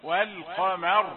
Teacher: إذا وقفت عليها نقول هي راء ساكنة للوقف قبلها مفتوح، والقمر مفخمة هكذا.